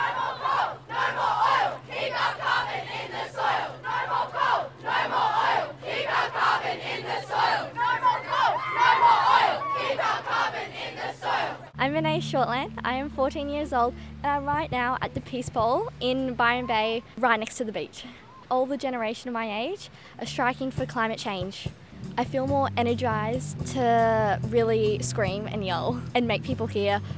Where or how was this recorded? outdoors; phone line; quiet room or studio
outdoors